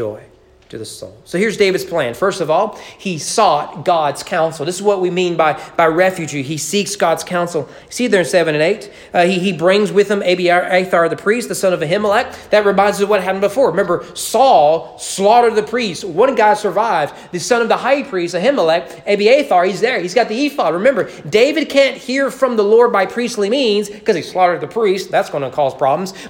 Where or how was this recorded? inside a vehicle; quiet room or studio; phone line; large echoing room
large echoing room